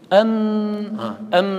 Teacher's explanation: من بين الشفتين الميم تخرج من بين الشفتين. أم مخرجها بانطباق الشفتين